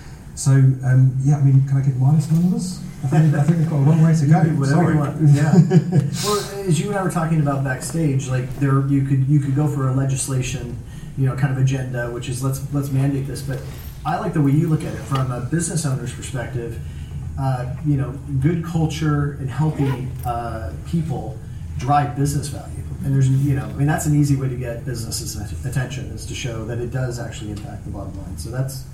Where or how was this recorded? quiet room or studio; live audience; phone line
live audience